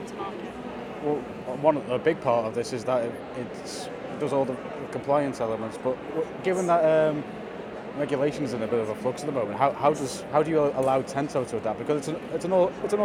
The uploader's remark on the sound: From the show floor. After launching the new Tento+ dashboard at Med-Tech Innovation Expo 2023.